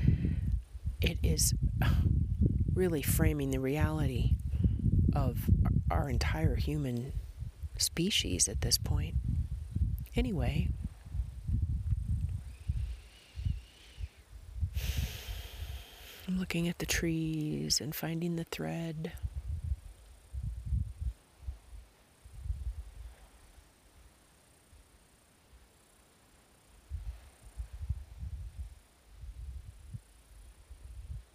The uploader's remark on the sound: Recorded in a National Forest in eastern Arizona.